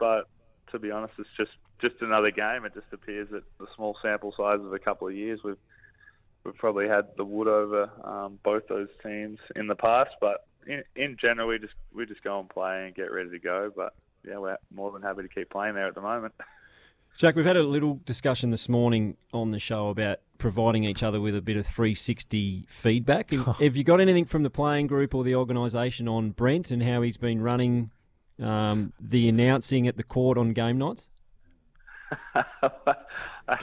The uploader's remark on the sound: on the line